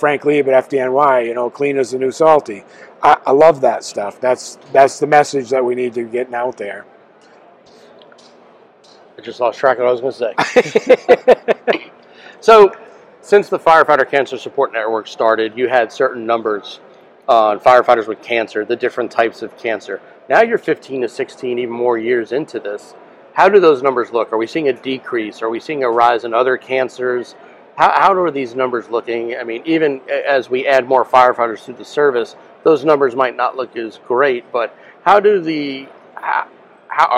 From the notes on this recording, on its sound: Here, we hit the road and have conversations. On location at Firehouse Expo in Columbus, Ohio.